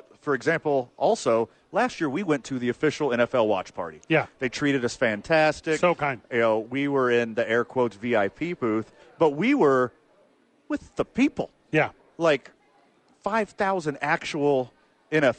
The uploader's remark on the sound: live at American Home Furniture supporting a blood drive